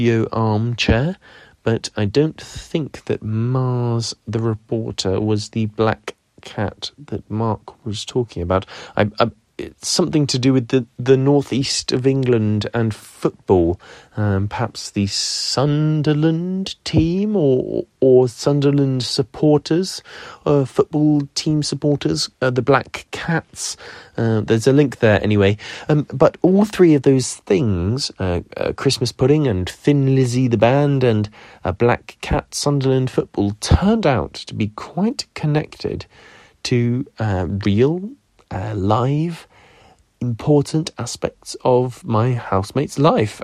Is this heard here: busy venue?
no